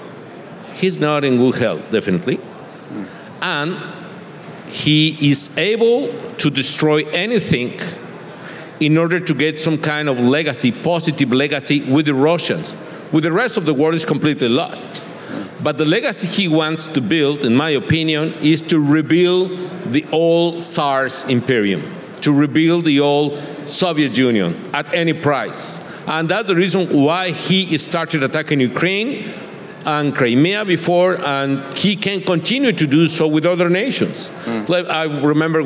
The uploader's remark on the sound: on stage at the 2022 VRIC